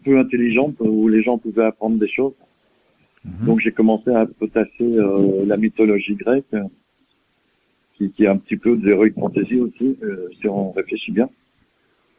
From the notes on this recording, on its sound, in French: reçoit par téléphone